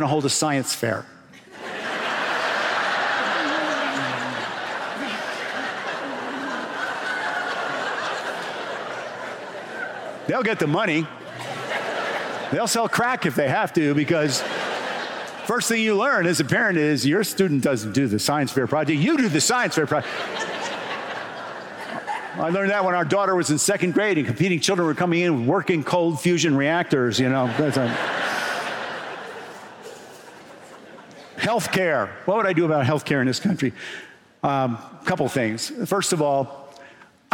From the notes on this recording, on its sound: Recorded at the closing of the 2023 Sun Valley Writers' Conference